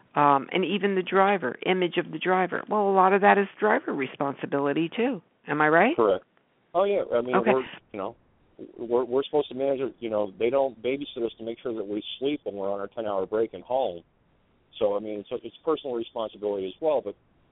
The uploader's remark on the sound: Join us as we open up the phone lines where our callers decide the topics for discussion.